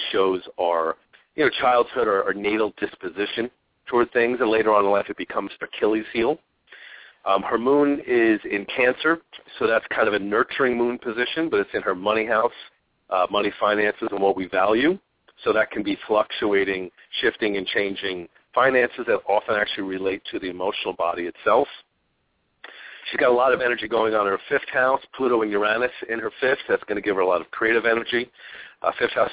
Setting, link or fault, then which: link, phone line